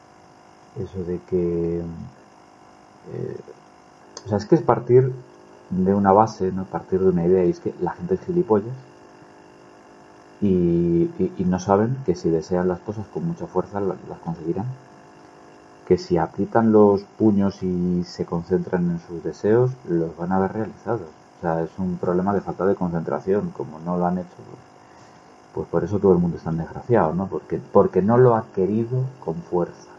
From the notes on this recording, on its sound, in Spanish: Una reflexión improvisada, hecha sobre la marcha, con una calidad de sonido vergonzosa.